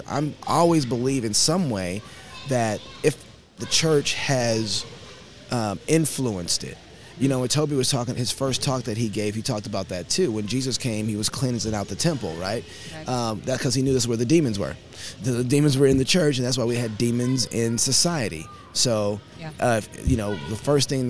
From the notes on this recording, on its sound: TCND Recording at the FLF Conference 2022. There's a lot of activity at the Fight, Laugh, Feast Conference!